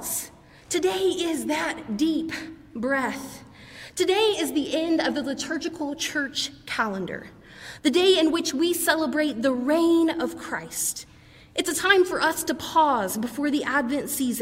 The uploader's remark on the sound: preached during our 11:00 service on Sunday